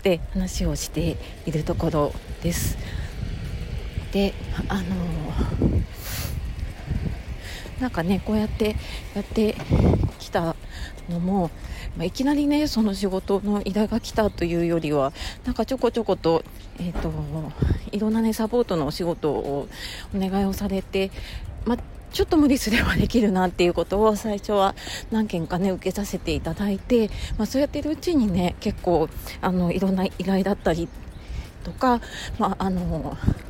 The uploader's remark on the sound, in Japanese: 外で歩きながらの収録だったので、息切れしながら聞き苦しくてすみません